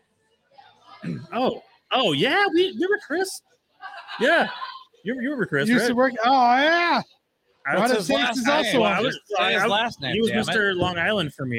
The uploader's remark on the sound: Chiefs Draft Buzz LIVE at Limitless Brewery.